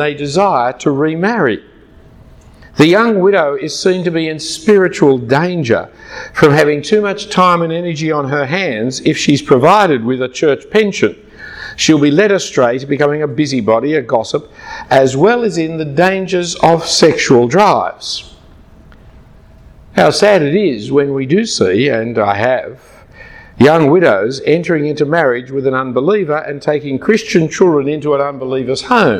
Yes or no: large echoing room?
yes